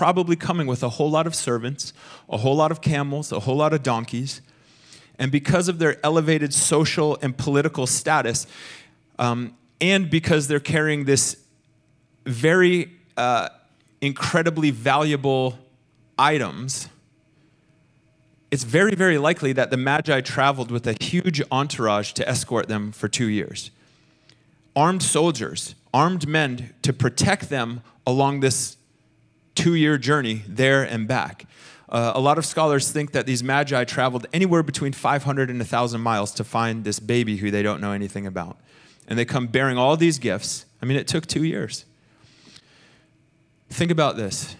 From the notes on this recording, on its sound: Recorded sunday evening service at Reunion Hawaii